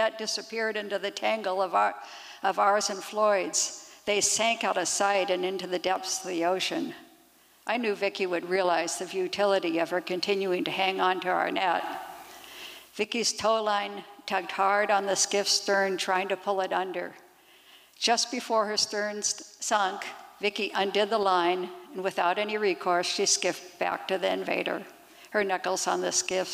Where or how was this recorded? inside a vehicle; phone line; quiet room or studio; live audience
live audience